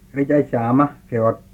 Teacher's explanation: first person singular agent, which is shown by high tone with stress